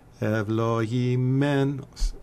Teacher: you've got three pickup notes there because the first accented syllable is menos